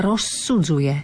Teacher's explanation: Pozrime sa na rozsudzuje, zase dlhé S.